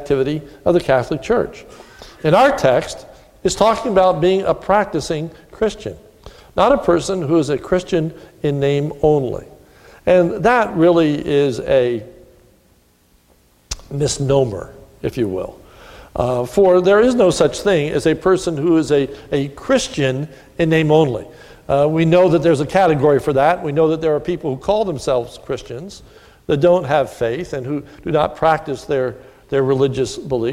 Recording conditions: large echoing room